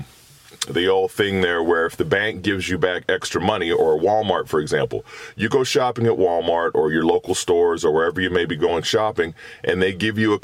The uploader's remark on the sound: While hanging out in Canada making some podcasts in the car I thought about forgiveness.